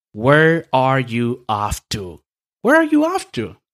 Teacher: Aquí la entonación es descendente ya que esta pregunta es de información, no una pregunta de sí o no.